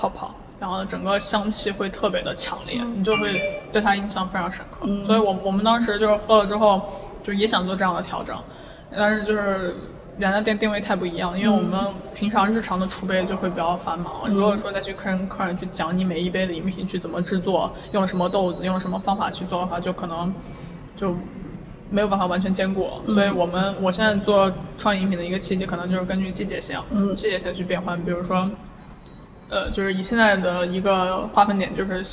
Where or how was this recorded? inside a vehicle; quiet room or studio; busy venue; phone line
busy venue